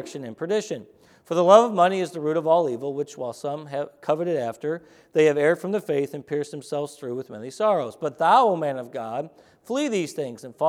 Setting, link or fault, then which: setting, large echoing room